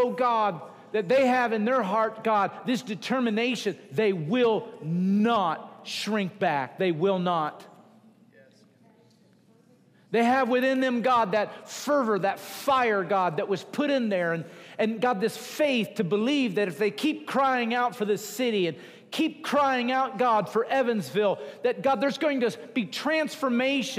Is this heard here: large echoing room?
yes